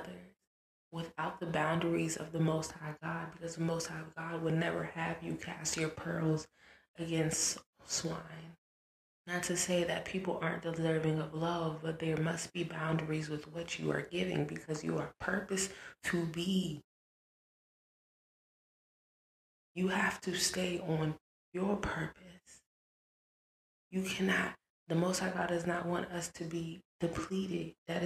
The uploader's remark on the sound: Audio is choppy (my apologies)